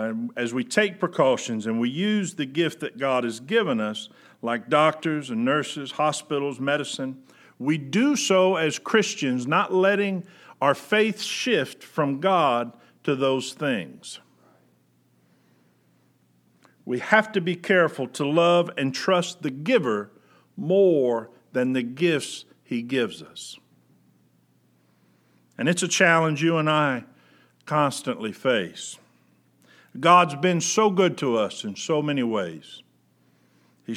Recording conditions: large echoing room